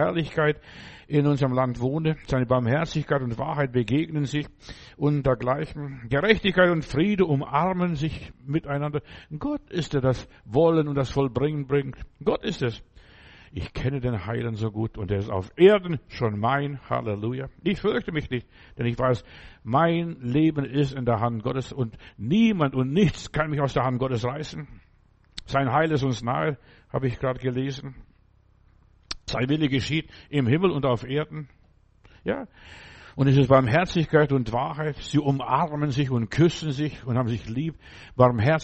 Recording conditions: large echoing room